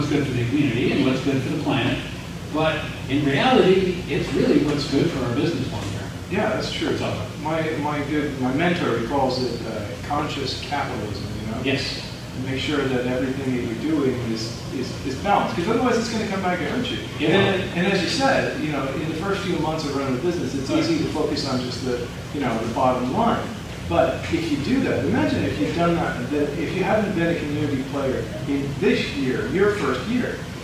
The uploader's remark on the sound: Apologies for the poor audio quality -- we thought our earpiece mics were picking it up, but they were not.